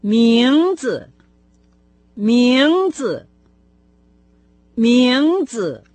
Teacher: начальный слог этого слова произносится со вторым тоном, последующий с легким